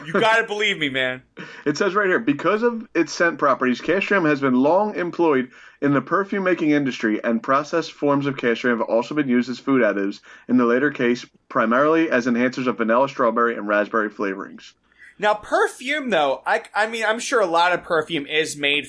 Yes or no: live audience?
no